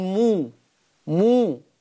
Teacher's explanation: أن توصل ميم الجمع بواو لفظية هكذا. أقول مو مو دي واو، بعملها بعد الميم مو مو ميم. · Term: الصلة